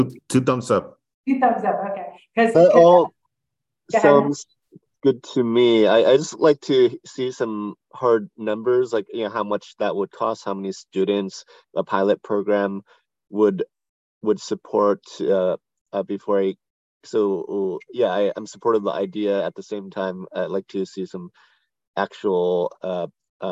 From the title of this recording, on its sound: originally on Zoom